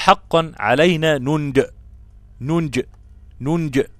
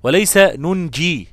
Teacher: ننجي دي موجودة بحذف الياء وإثبات الكسر تحتها في حالة الوصل وفي حالة الوقف التسكين المحض · Shown in: first take